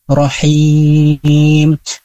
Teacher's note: kita bertemu dengan mad arid sukun di akhir, rohim. Nah, kita baca boleh panjang, ya, boleh dibaca panjang 2, 4, dan 6. Kita boleh memilihnya, dan untuk kita sepakati agar tidak berantakan dalam memanjangkan mad arid sukun, kita memakai panjang yang pertengahan, yaitu dengan cukup 4 saja.